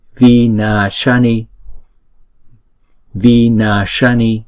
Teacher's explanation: Chữ na thì chúng ta đọc kéo dài hai nhịp, bởi vì chữ A có dấu gạch ngang trên đầu là hai nhịp. Chữ S chúng ta ẩn cong lưỡi lên và chúng ta phát âm là sh